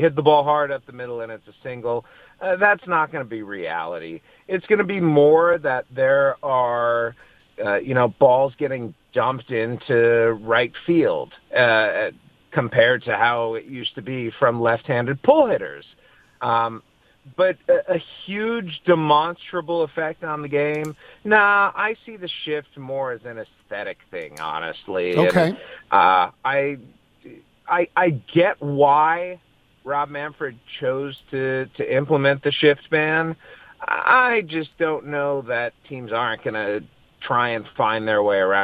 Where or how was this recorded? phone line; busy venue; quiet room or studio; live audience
phone line